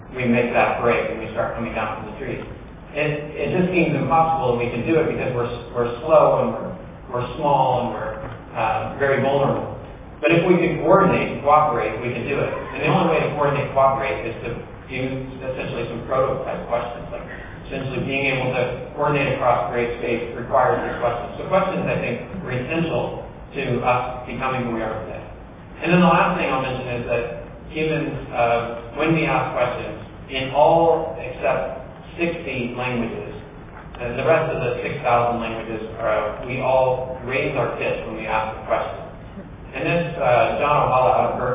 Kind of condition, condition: setting, live audience